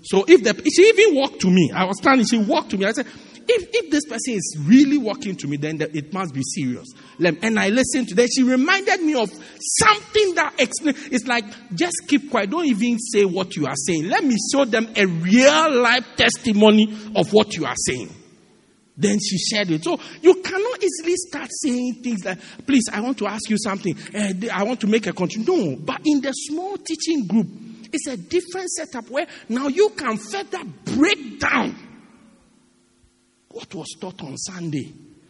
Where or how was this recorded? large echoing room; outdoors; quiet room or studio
large echoing room